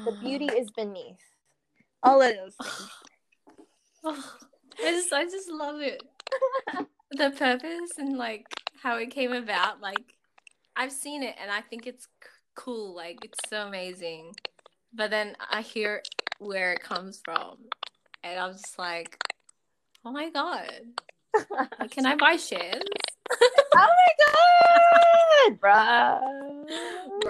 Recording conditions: drop-outs